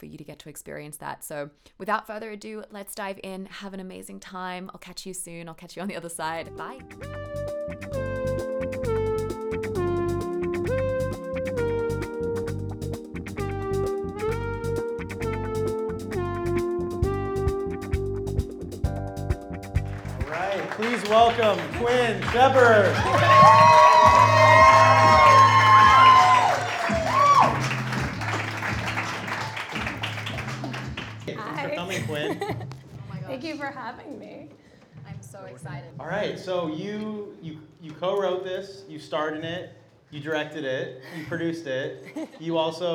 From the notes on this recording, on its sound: LIVE from Production Connect. Recorded LIVE at Production Connect’s indie film night.